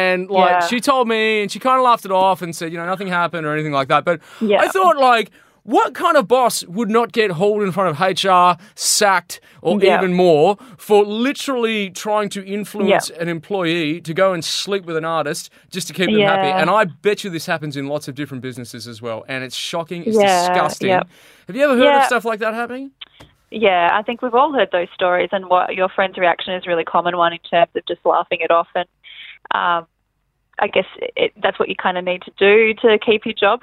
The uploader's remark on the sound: jumped on the phone